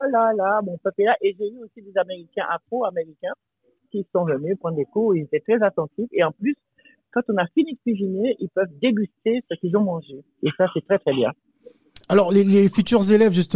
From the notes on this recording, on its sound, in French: En direct au téléphone